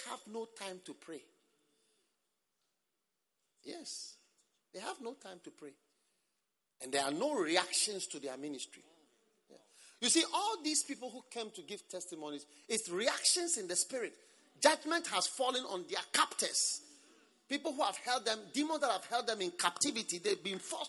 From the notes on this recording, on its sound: Preached at a Revival 7 service at the First Love center